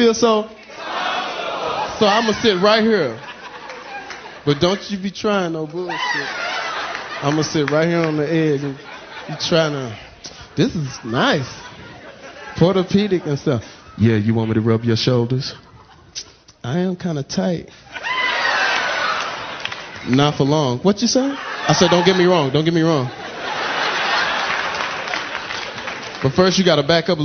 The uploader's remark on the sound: recorded at Def Comedy Jam.